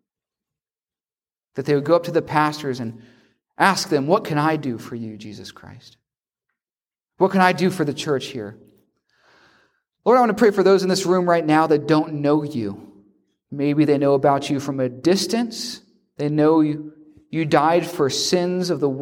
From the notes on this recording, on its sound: preach a revival at Fortsonia Baptist Church near Elberton, Georgia